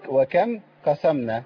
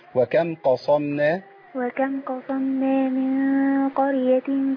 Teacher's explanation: أنا عندي صاد مطبقة مستعلية وبليها قاف مستعلية · Shown in: second take